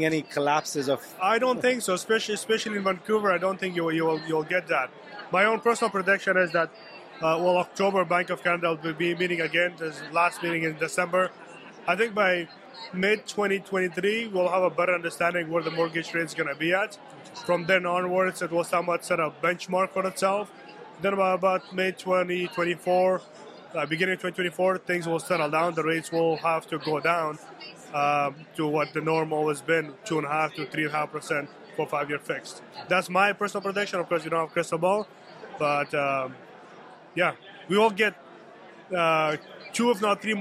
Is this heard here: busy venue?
yes